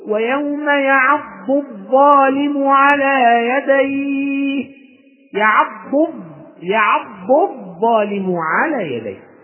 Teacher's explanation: ثم اللام هذه لام شمسية فتدغم في الضاء، فصارت الضاد تنطق بعدها ضاء مباشرة، الألف لا تنطق لأنها همزة وصل